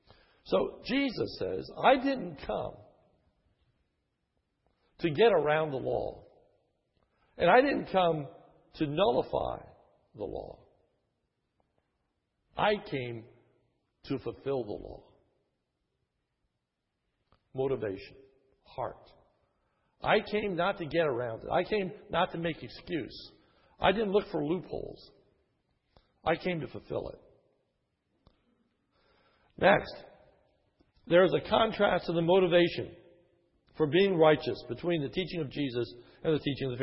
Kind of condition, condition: setting, large echoing room